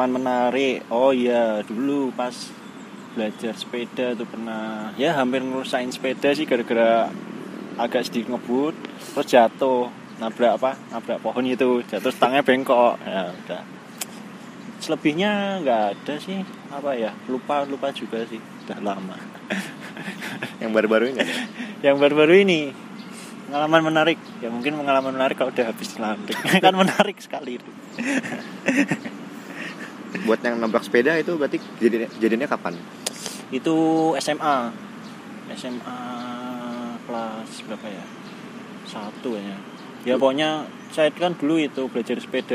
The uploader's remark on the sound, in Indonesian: Episode direkam pada tanggal 13 Agustus 2019 di Taman Tirto Agung